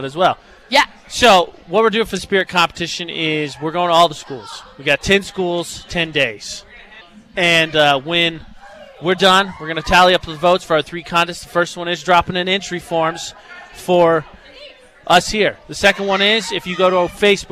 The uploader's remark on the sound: Broadcasting live from Malad High School to kick off their Back 2 School Tour!